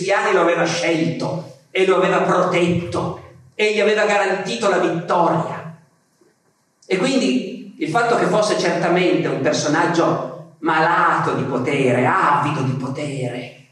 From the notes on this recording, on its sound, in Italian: registrata al festival Rinascimento Culturale 2017